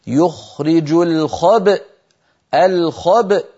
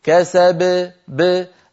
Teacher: تباعدت الشفتان وتلاها التصاق الوترين وتصادم الوترين الصوتيين بمعنى خروج همزة ساكنة · Shown in: first take